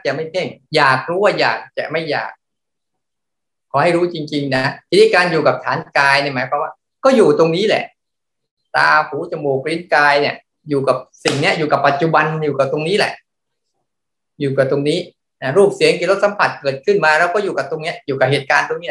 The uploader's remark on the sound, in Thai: คอร์สออนไลน์ (ผ่านโปรแกรม Zoom)